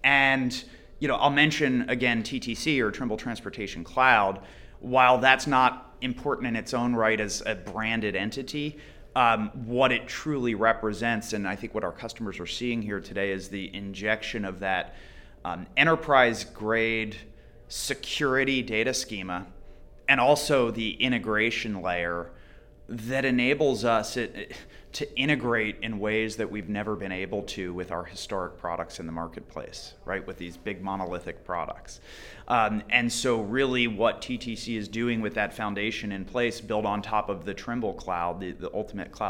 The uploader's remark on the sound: at the Trimble’s Insight Tech Conference